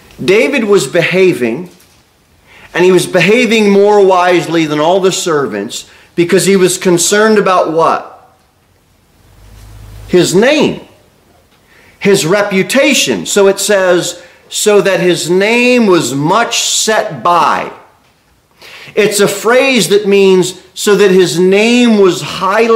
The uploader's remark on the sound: Sermon delivered at Pilgrim Baptist Church on Thursday, January 18, 2024, at 6-15 pm. A bible-believing, independent Baptist church.